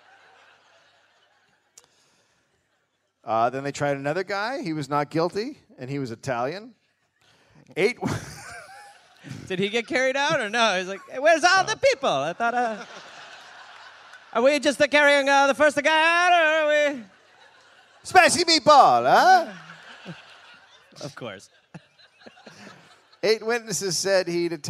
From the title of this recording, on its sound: Live in Melbourne